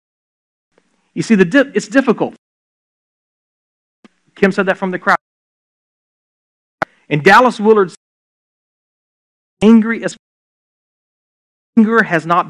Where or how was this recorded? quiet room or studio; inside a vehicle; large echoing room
large echoing room